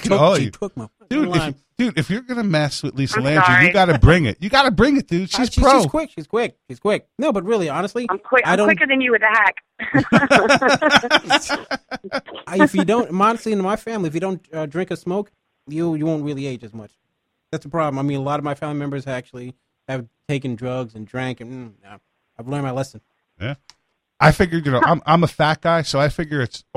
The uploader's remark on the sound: lets random phone calls